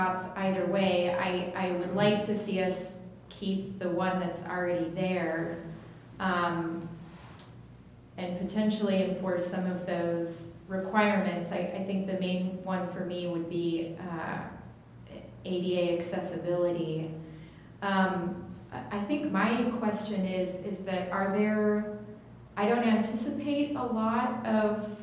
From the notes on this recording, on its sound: Live recording of Astoria City Council meeting, March 19, 2020.